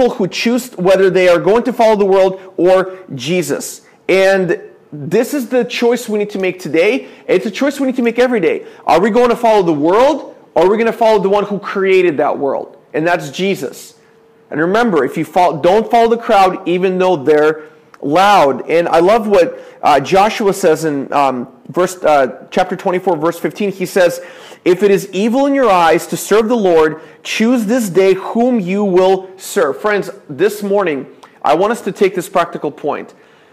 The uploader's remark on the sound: This is a sermon I preached at my church